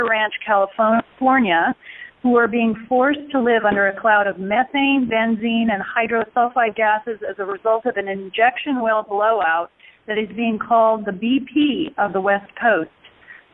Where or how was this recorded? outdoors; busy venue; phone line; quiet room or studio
phone line